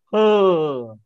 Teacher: that horrible R at the end is silent. It's not pronounced at all. And so it becomes her.